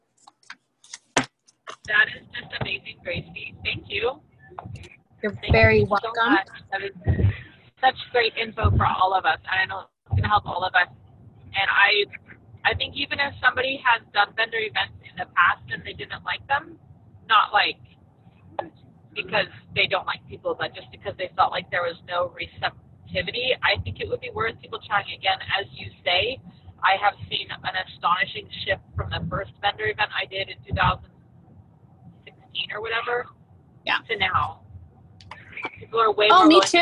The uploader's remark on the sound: I was in the car on my way to the airport